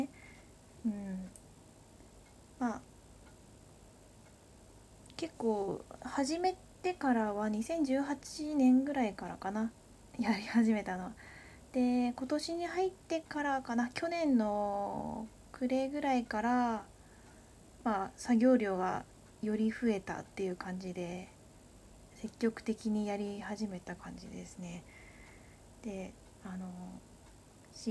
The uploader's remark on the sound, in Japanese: From Radiotalk。かなりノイズが入ってしまっていてごめんなさい。